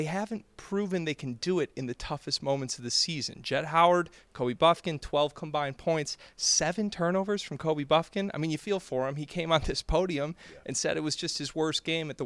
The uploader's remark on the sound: Live from Madison Square Garden! Are live from the Big East Tournament.